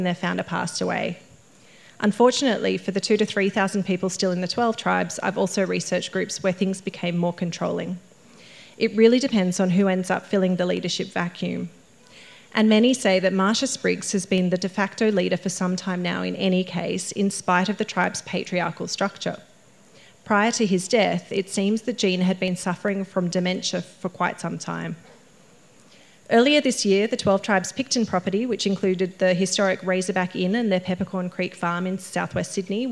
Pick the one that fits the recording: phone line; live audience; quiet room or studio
live audience